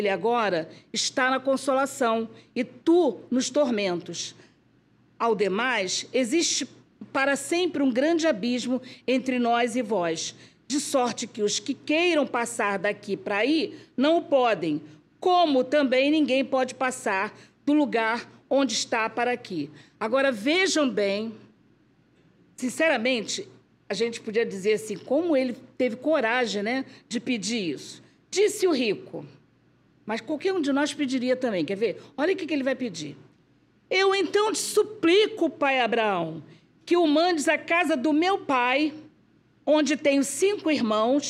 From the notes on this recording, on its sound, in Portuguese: Palestra ao Vivo